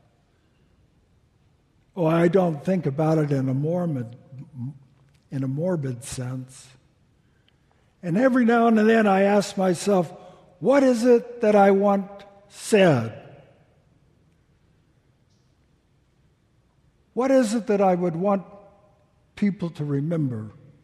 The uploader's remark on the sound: Delivered during the Traditional Worship service